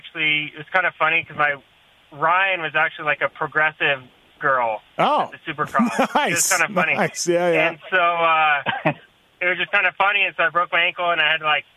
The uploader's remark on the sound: Phone Call to 2019 Kawasaki KX450F Winners!